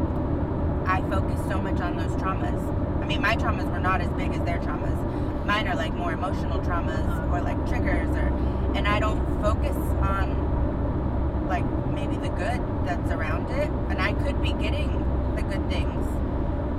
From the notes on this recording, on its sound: A Car Convo on Fear and Being Deserving. In this episode, we ditched the table and hopped in the car and gathered for a little getaway.